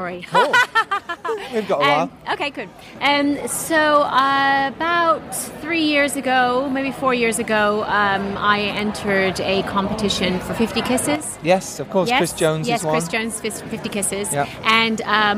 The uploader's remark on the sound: LIVE from the London Independent Film Festival